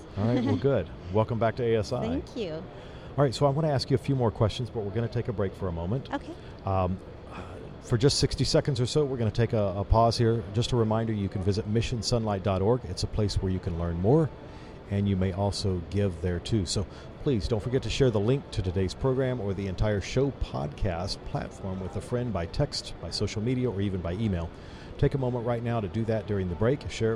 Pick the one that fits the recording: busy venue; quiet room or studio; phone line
busy venue